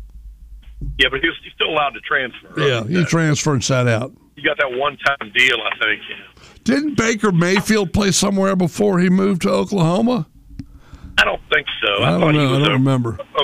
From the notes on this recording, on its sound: Takes your calls.